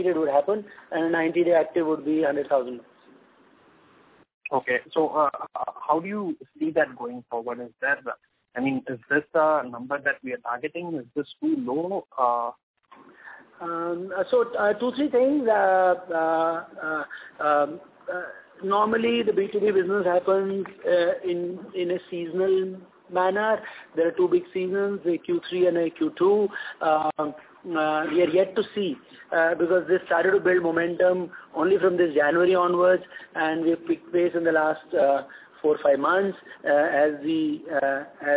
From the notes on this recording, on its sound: Results discussion/conference call.